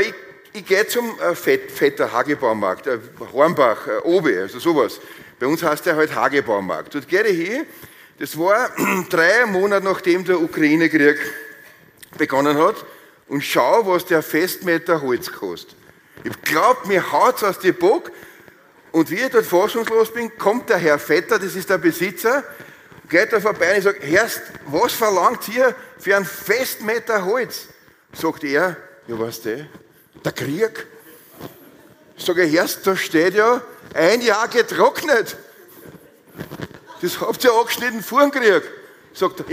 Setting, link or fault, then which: setting, live audience